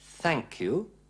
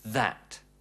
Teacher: Neben diesem stimmlos ausgesprochenen TH-Laut gibt es auch einen stimmhaften, einen summenden TH-Laut. Wie zum Beispiel bei that.